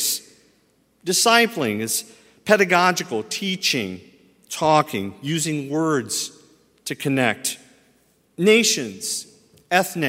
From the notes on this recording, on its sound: at Highland Baptist Church, Louisville, Kentucky